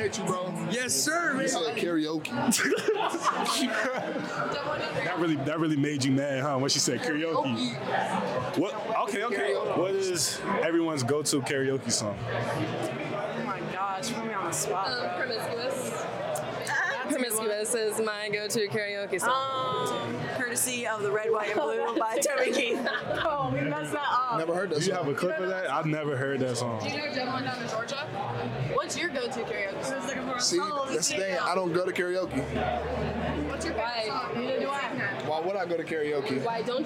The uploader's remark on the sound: Recorded at Eskimo Joe's on Wednesday, December 13, 2023.